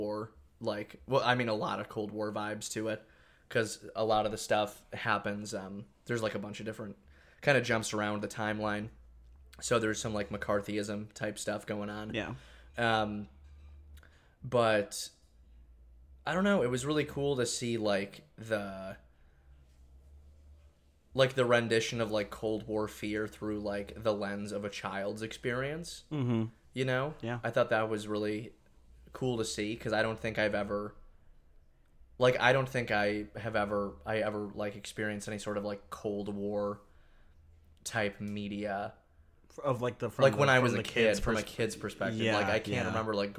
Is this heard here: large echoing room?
no